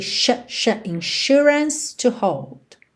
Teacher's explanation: lembra desse insurance, desse S com som de SH, ok? Sh, insurance to hold.